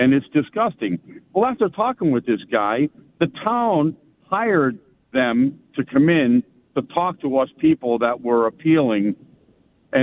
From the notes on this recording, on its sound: Then, we take phone calls.